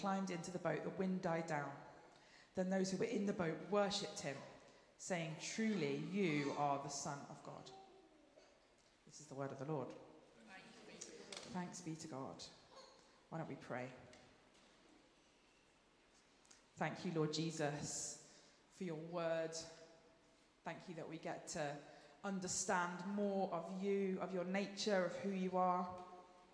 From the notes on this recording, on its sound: Streamed live at St Paul's Shadwell